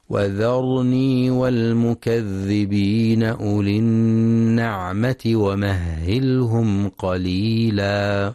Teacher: ينتبه القارئ لتفخيم الراء في كلمة وذرني ولترقيق الواو والذال